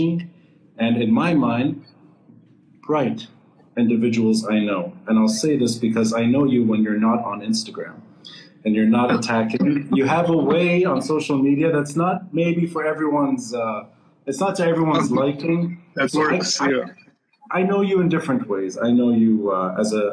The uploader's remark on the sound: This is the audio from our conversation on Instagram Live.